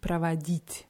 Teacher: Und nur bei der Grundform ist die Betonung auf dem i, pravadit. Darauf sollte man achten.